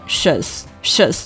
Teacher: 所以说咱们不要卷舌，读成 shers 啊，不要加儿化音或者卷舌音进去啊，就舌尖平平的读成 shers 就可以了